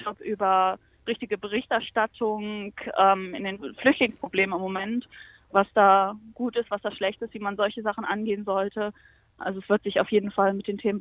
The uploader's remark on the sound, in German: Re:publica | Telefoninterview.